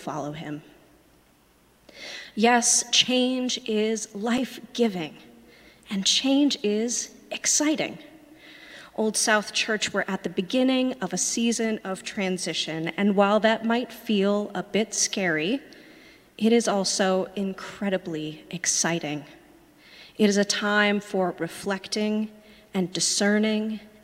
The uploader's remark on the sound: Sermons from Old South Church in Boston